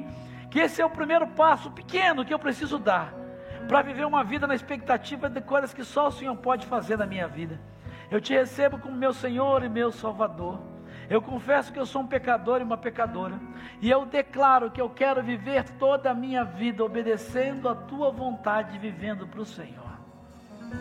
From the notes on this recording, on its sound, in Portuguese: Celebração ao vivo